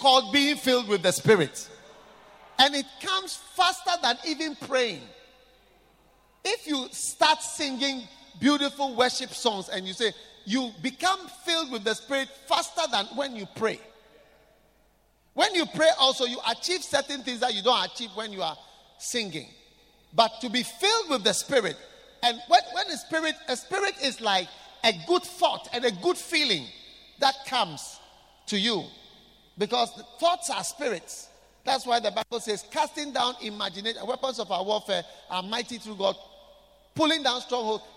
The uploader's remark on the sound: Preached at the Qodesh